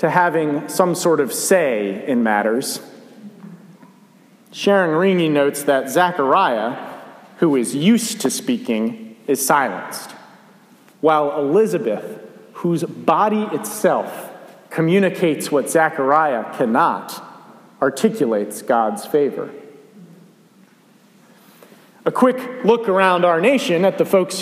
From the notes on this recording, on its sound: A sermon for the 1st Sunday of Advent. I was honored to be invited to preach at Dumbarton United Methodist Church here in Georgetown for the 1st Sunday of Advent.